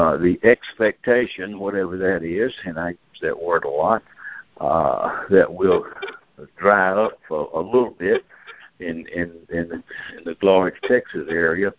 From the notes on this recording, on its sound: Monthly Conference Call.